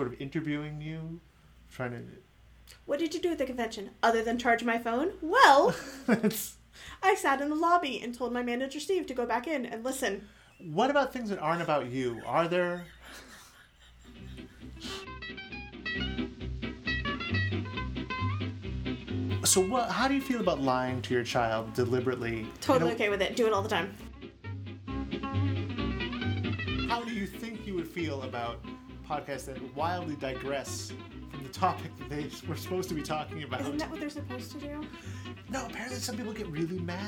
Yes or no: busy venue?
no